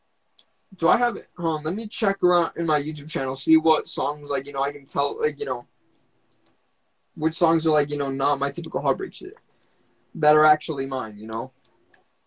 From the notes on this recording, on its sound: went on Instagram Live